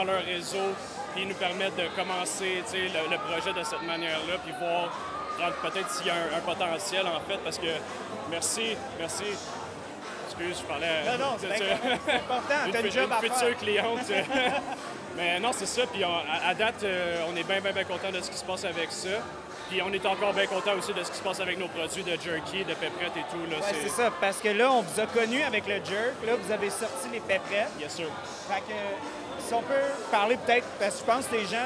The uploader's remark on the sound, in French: En Direct de La Cuvée Édition 2023!